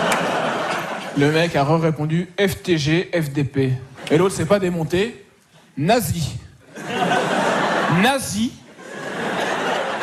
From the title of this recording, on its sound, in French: sur la scène de l'entrepôt du Haillan